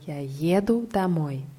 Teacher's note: Die Betonung ist auf dem ersten Je.